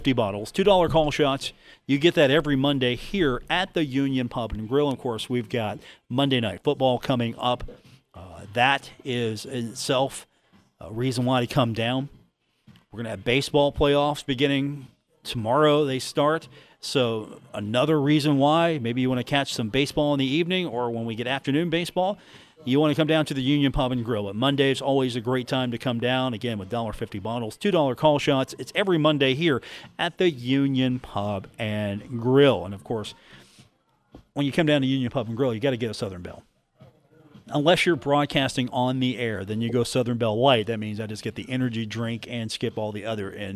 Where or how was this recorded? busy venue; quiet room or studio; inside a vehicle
busy venue